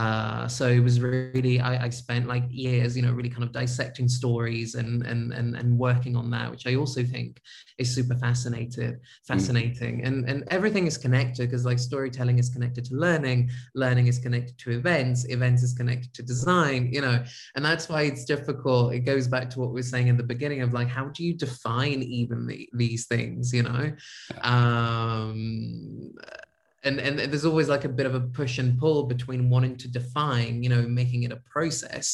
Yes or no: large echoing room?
no